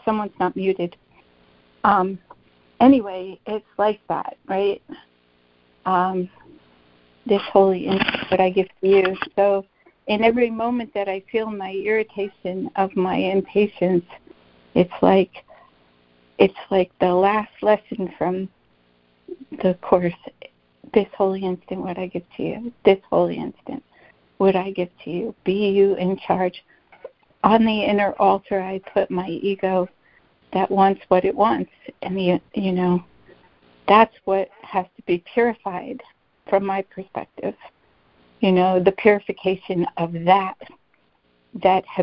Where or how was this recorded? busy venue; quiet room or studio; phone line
phone line